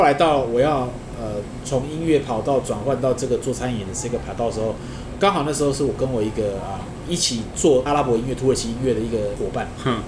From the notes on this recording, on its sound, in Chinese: 本集白噪音指數：蚊風級 1/5。錄音地點： 一步一步來 - Kopi Ibrik。